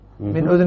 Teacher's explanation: نافع يقرأ بإسكان الذال من أذن